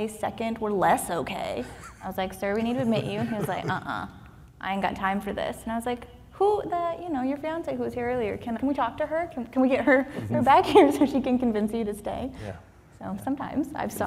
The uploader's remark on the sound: This episode was recorded in front of a LIVE audience at the ACOEP's Spring Seminar this past April in Arizona.